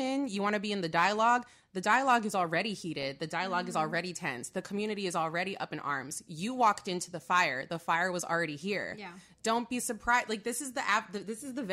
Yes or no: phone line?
no